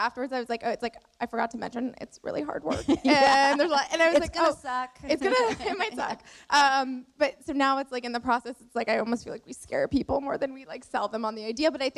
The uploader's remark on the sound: Live from the WorkParty Tour